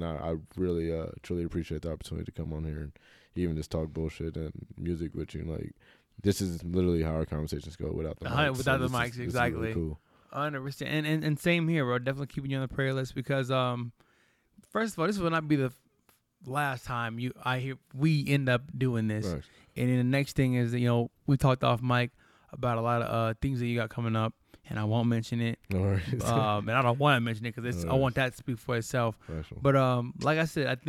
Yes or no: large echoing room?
no